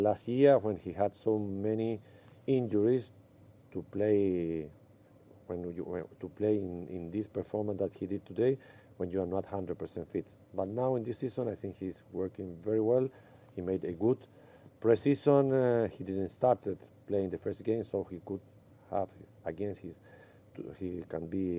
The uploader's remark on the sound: post-match press conference